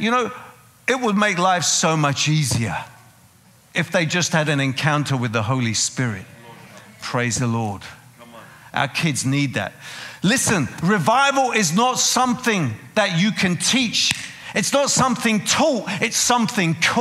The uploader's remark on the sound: Preaching at a CCF Ministries in Lowell.